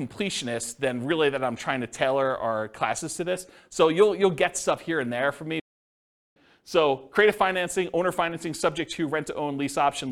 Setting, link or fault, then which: setting, live audience